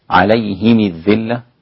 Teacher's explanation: مرة تجد الميم مكسورة كما عند الإمام أبي عمرو